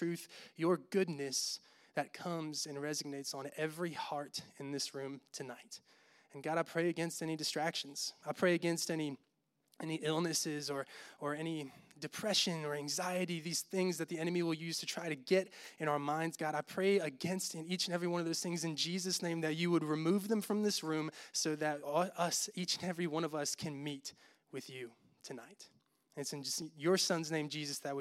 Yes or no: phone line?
no